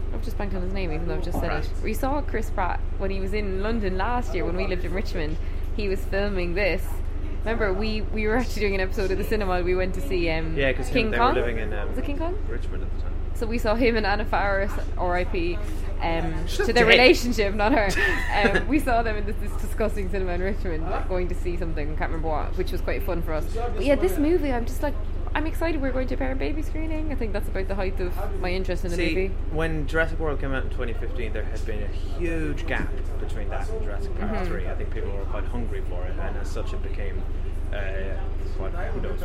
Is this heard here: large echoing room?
no